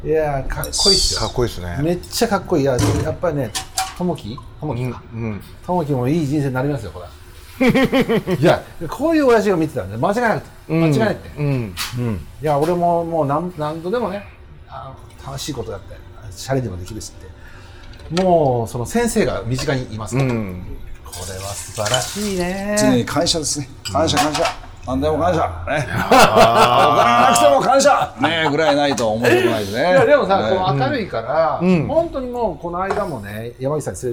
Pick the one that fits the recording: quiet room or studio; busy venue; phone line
busy venue